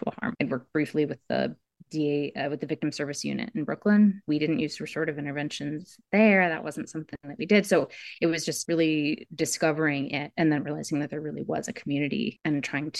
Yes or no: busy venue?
no